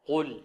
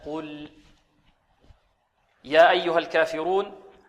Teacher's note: القاف حرف مفخم فلا بد من تفخيمها وترقيق اللام بعدها